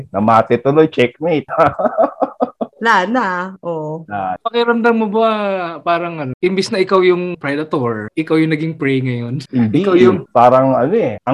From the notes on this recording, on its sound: We were having some technical difficulties